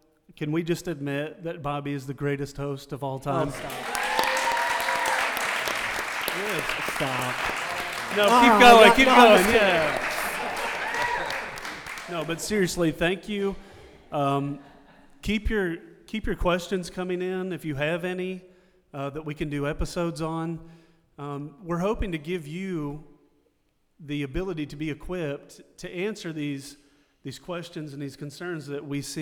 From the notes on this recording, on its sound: in front of a live audience